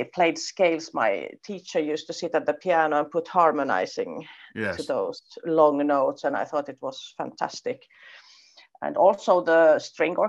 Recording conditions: video call